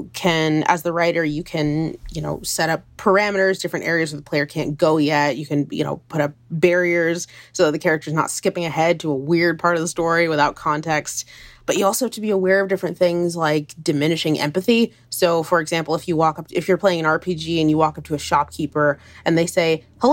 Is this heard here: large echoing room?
no